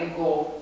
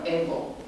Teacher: Are accent pe finală, nu e ca în latină, unde avem ego. · Shown in: first take